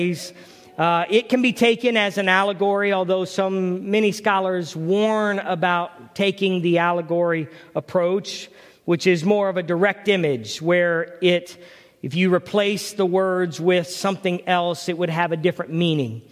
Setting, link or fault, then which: setting, large echoing room